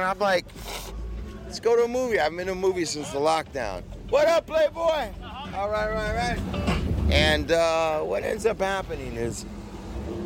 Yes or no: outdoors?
yes